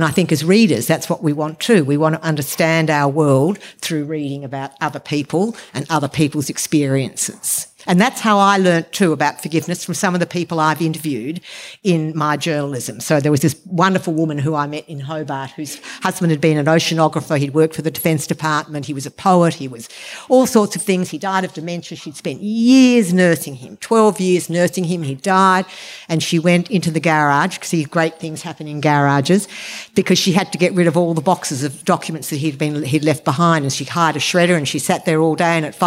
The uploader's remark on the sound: Presented in partnership with Montalto. The event was recorded on Friday 16 June 2023 at Montalto.